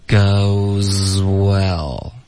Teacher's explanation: goes 跟 well 呢这两个音 z 和 w 要连着发气流要一致，听一下 goeswell，所以你发 z 的时候呢 goes，你的嘴唇就已经撅起来准备发 w 了，中间不要顿，不要发 goes well goeswell，这样这太一字一顿了，我们应该发 goes well